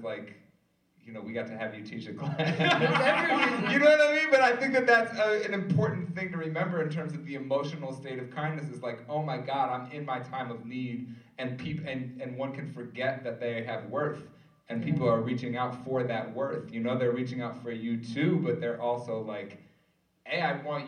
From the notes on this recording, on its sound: live from Vassar College